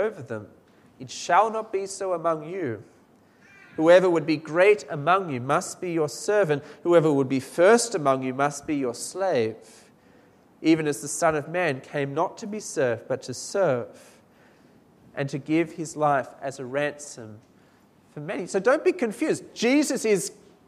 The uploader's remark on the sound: This sermon was preached at St Mary's Cathedral, KL on 30th June 2019.